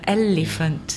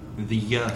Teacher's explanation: There's an intrusive yeah in the middle.